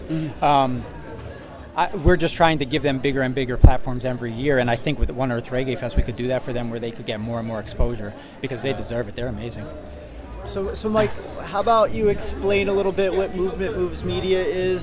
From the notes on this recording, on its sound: live broadcast from One Earth Reggae Fest 2022